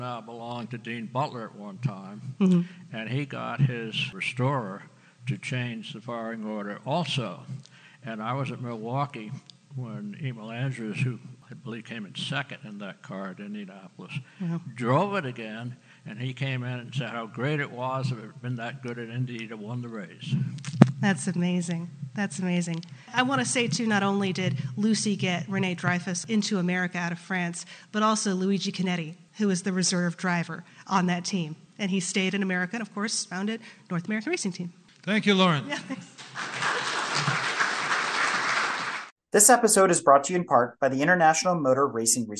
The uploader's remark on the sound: was recorded in front of a live studio audience